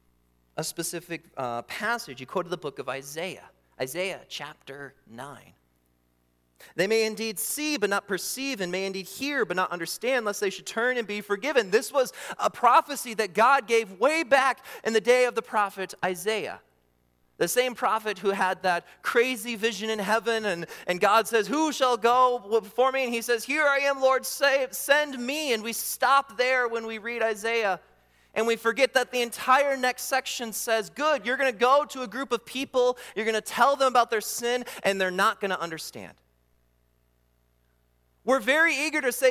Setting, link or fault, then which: setting, large echoing room